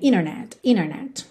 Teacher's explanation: quando a gente tem NT, a gente pode omitir o T e ligar no N